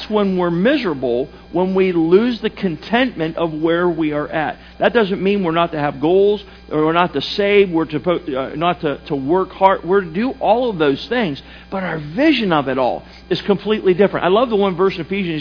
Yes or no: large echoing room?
yes